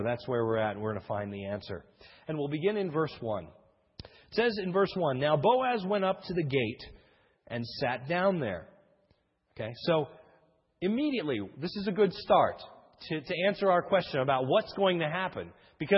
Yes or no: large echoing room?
yes